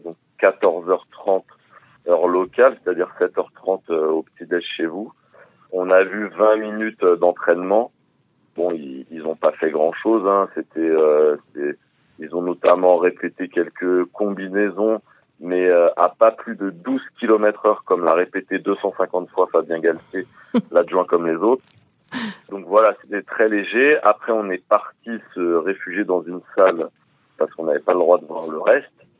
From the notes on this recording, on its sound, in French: à Fujiyoshida, au Japon, par téléphone